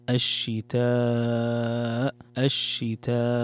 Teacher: عندنا مد متصل يمد بمقدار 4 حركات، الشتاء الشتاء.